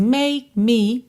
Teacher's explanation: Atenção que o E final não é pronunciado. O K pode aparecer mais, menos ou nada. Como a gente tem um me depois, make me, você quase não ouve.